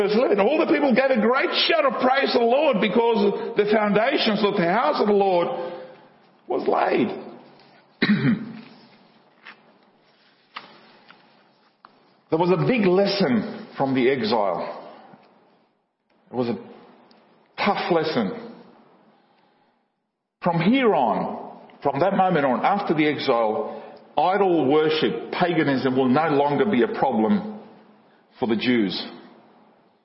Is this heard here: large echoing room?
yes